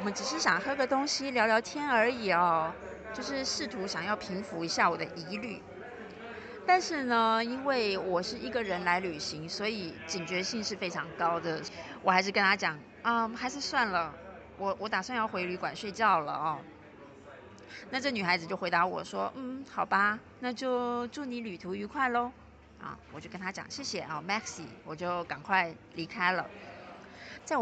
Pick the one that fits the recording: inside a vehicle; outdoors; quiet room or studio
outdoors